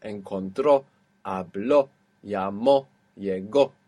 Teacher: We're ending in a vowel and we have the accent on the end. So all of these in that point in the past are going to have that accent.